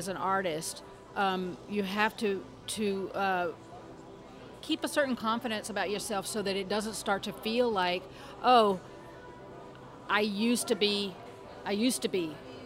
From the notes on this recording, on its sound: Out to Lunch Acadiana was recorded live over lunch at Tsunami Sushi in downtown Lafayette.